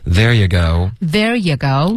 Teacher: There yougo.、本来是 There yougo.、那 you 呢我们就弱读为 yeah,就 OK 了。